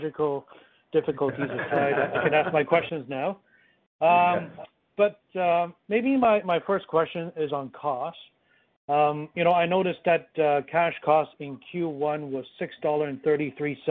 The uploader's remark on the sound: First quarter 2021 earnings call for Wheaton Precious Metals Corp.